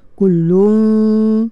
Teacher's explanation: qaf pula sifat dia isti'la ya, isti'la kena tebalkan